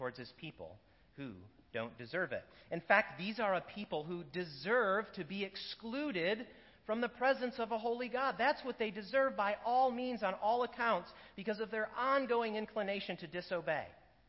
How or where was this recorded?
large echoing room